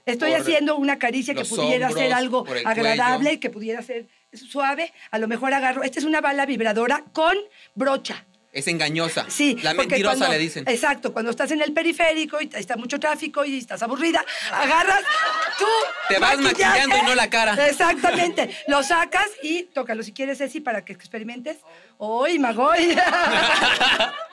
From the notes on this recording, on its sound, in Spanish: (En vivo). Escucha el episodio especial con público.